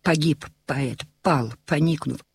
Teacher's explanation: Использование взрывного «п» — прием аллитерации «погиб поэт», «пал», «поникнув» усиливает ощущение ударов колокола, сердца, выстрела.